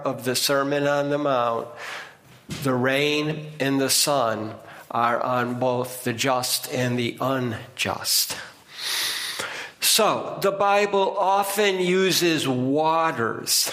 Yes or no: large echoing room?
yes